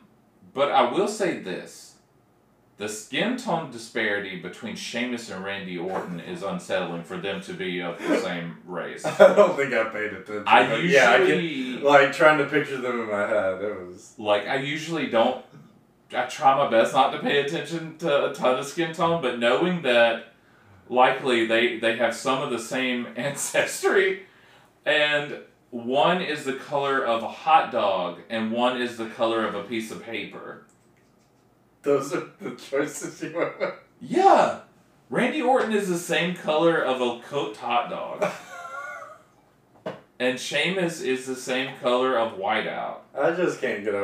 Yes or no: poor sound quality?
yes